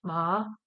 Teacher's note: a falling and rising for the third